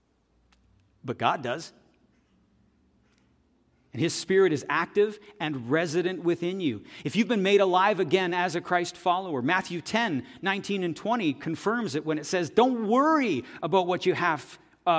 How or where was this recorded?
large echoing room